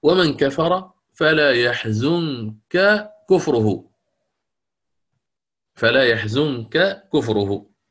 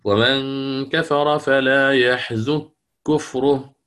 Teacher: عندي نون مخفات، لماذا؟ لأن حرف النون الساكنة بعدها حرف الكاف، فحكمها الإخفاء · Shown in: first take